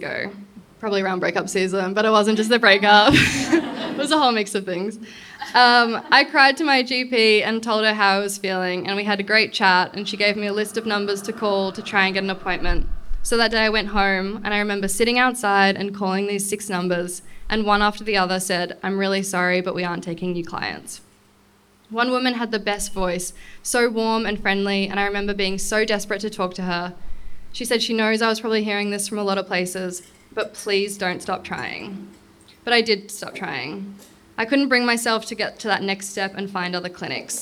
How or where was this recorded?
live audience